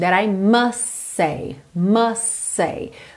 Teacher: Você não precisa fazer a questão de marcar o T aí. Como esse T é consoante oclusiva, ele pode aparecer mais ou menos, eu posso já pensar e juntar esses S's aí, that I must say to you.